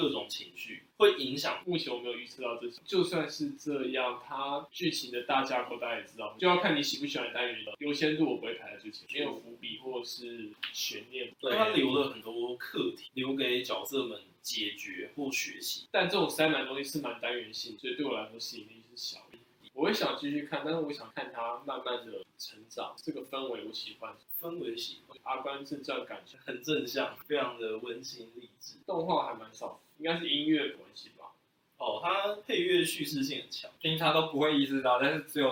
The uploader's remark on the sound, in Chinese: 紫羅蘭的第1-2兩話是首次錄音，成品音質與口語剪輯都比較差勁，日後會慢慢修正。